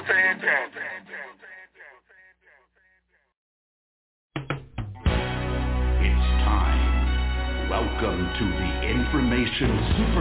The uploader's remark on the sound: TNTSuperfantastic Conference Call